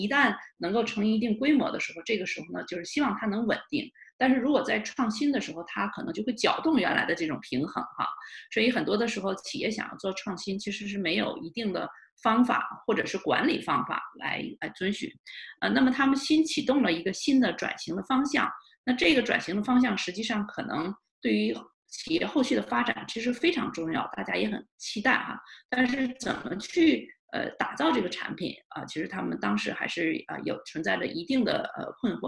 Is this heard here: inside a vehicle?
no